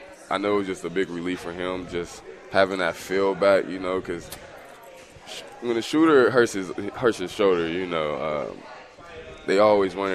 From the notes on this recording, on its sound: Live from Upside Bar and Lounge (27th & Pine Lake)